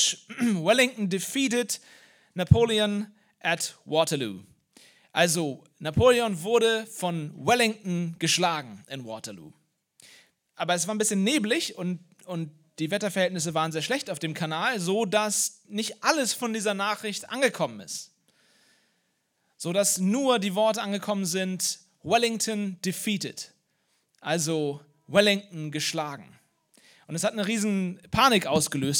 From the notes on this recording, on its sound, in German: Osterpredigt aus dem Leipzigprojekt.